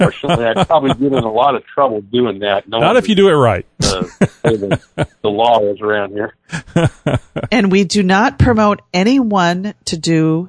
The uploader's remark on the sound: take your calls LIVE